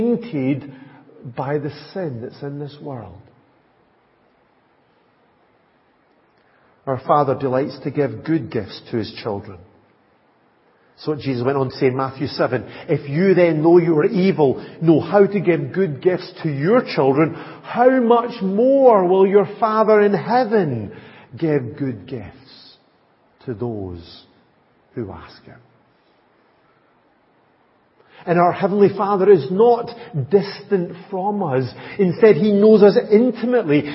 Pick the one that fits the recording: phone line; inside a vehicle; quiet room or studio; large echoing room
large echoing room